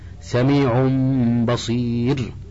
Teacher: وعسر الإدغام كذلك لاختلاف المخرج وقلة التناسب، فتعين الإخفاء وتوصل إليه بالقلب ميما لأنها تشارك الباء في المخرج والنون في الغنة · Term: الإقلاب